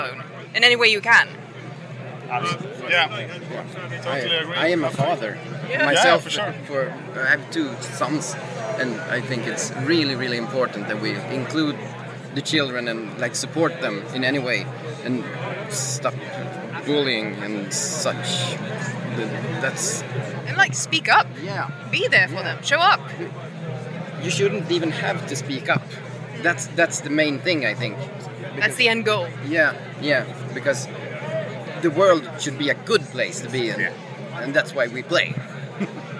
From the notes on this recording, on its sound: Live from Bloodstock 2023